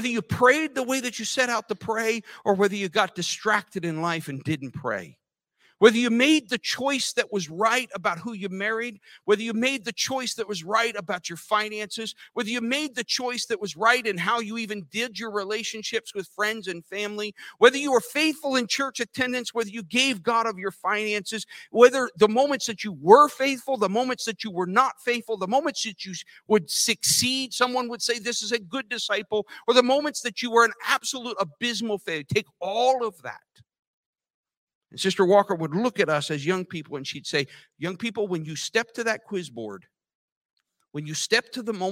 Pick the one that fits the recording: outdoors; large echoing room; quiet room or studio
large echoing room